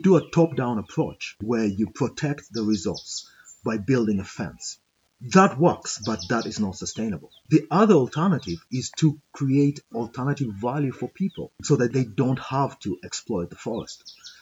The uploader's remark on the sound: Live recording from Kakamega's rainforest!